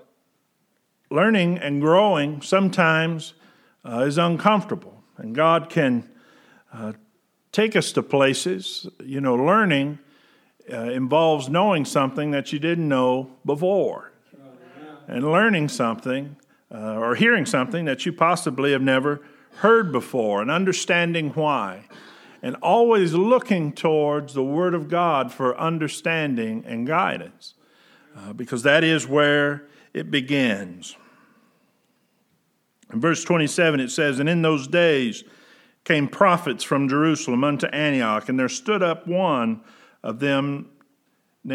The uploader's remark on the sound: Preached June 14, 2020 at General Baptist Church God's House of Prayer in Fairborn, Ohio